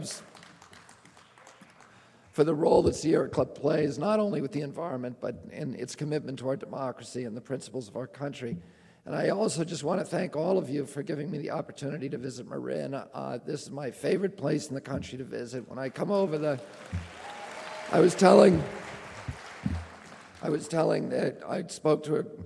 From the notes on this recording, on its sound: speaks at the Marin Civic Auditorium in San Rafael, CA on March 4, 2005